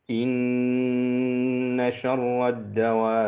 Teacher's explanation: أولها أنه المشددة في غنة بمقدار حركتين